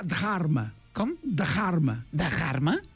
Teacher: Fer una aspiració darrere de la D.